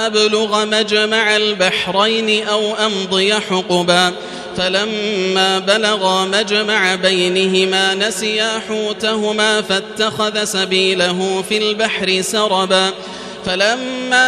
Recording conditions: large echoing room